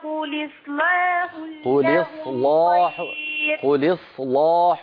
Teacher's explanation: قل إصلاح لهم خير بتفخيم اللام على رواية ورش، وهذا شيء لا نفعله في الروايات الأخرى.